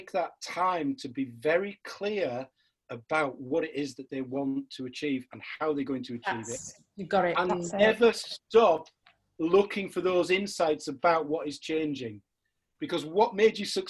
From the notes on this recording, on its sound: This podcast was recorded via Zoom.